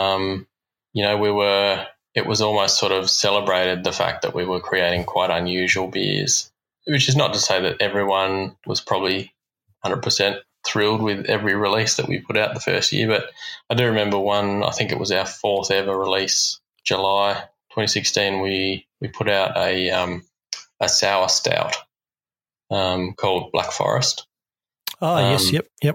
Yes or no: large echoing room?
no